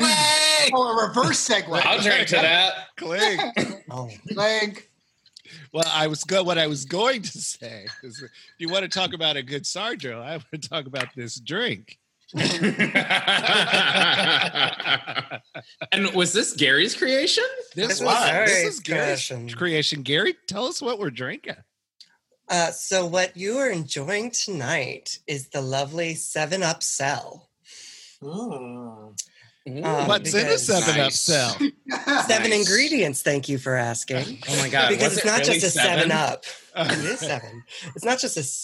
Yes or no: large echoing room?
no